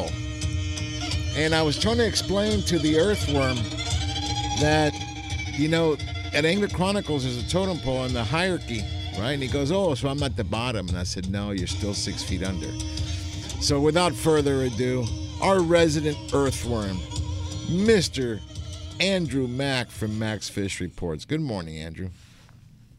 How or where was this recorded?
busy venue